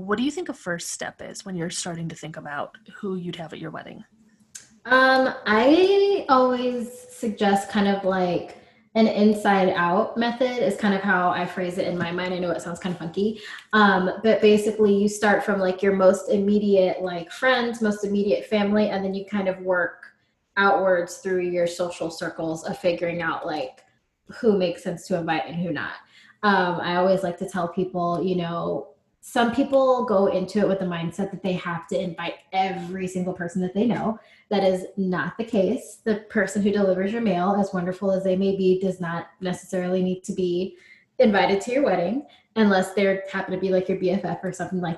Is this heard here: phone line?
no